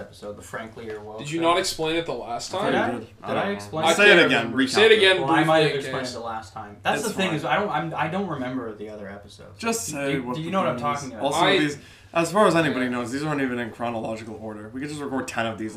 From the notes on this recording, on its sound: sorry for the audio on this one.